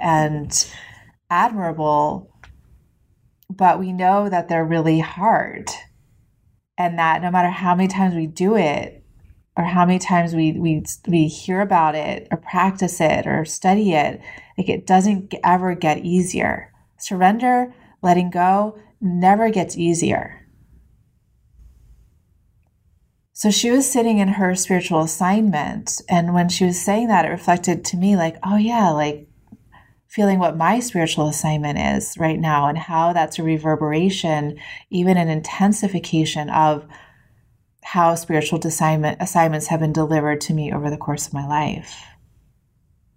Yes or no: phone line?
no